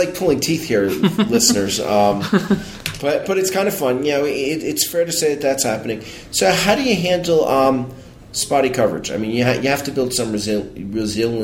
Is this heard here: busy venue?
yes